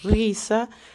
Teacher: Pero ojo, que no son todas las palabras con doble eje, porque por ejemplo tenemos la palabra risa, y ella tenía un sonido vibrante porque está al principio de la palabra